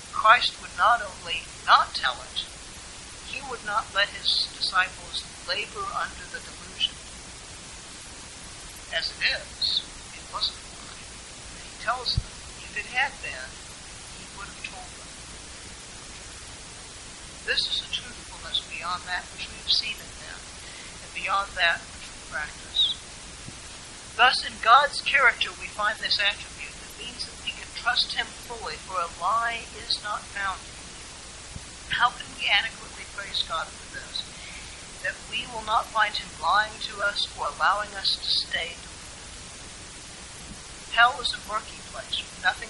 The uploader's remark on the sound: Apologies for the poor audio quality.